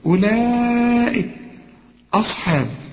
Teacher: مد وهمزة في كلمة واحدة، يبقى هنا لازم تمد أربع حركات